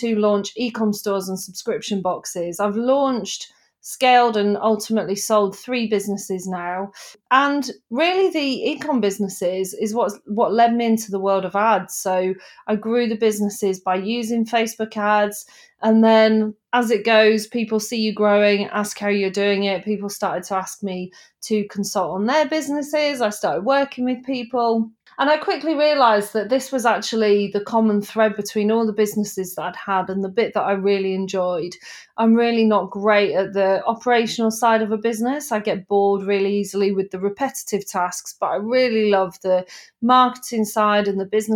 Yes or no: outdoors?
no